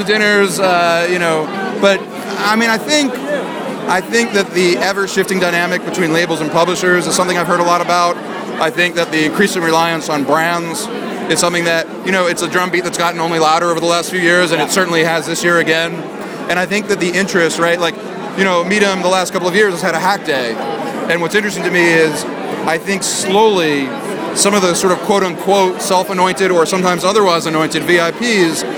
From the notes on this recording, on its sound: At the #midem speakers dinner #audioblog at InterContinental Carlton Cannes.